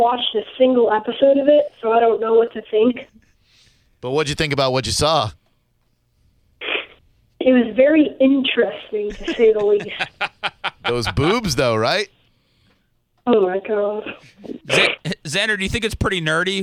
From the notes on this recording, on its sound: We called to get his thoughts on it!